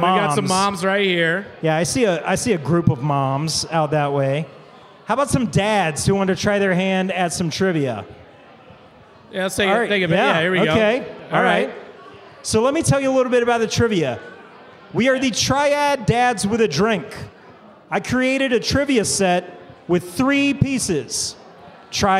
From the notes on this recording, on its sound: LIVE FROM FIDDLIN' FISH. Listen back to our first ever live show! Hear from the various run clubs that hang out at the brewery through the week.